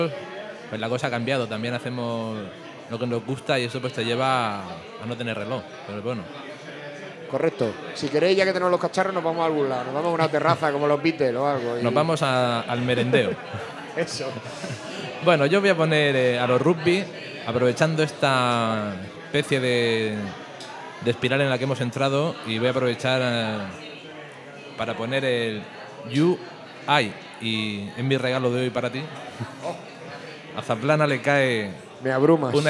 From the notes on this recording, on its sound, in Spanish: Octava sesión de La Turné II, desde la Sala Musik de Murcia, para celebrar el Record Store Day.